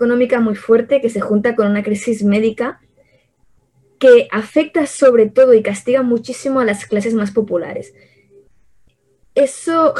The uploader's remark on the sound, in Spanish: mesa de debate virtual